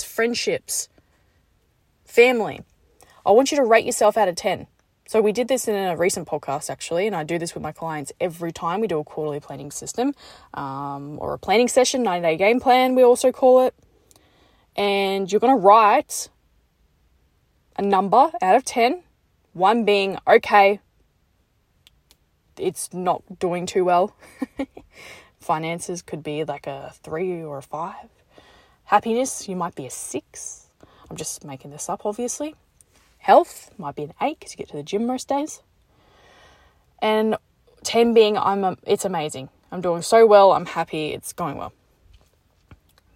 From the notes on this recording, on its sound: Just got out the gym and recorded this in my car.